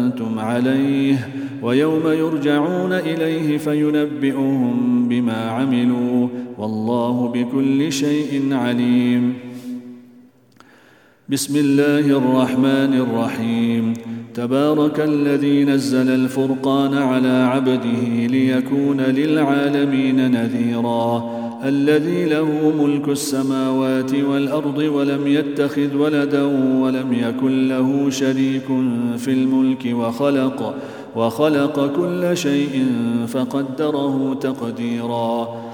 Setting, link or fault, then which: setting, large echoing room